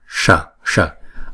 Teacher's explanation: Rồi chữ S này cong lưỡi lại và búng ra